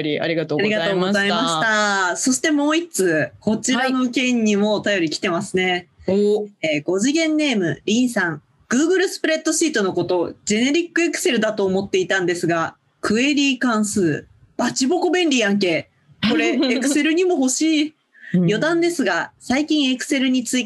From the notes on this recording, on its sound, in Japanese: 久々のリモート収録です。今週は久しぶりのリモート収録です！